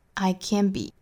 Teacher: Can't be,尾部 t 的音省掉。I can be.那这个时候我们是不会把它误会成是肯定式哈，因为肯定式一般在句子里面是要做弱读的。一般会说 I can be.I can't be a pessimist because I'm alive.